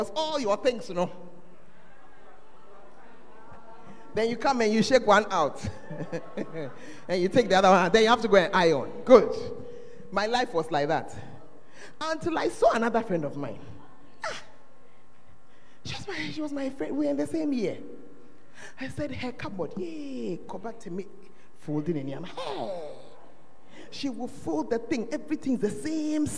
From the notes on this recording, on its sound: Preached at the Fountain Of Life Cathedral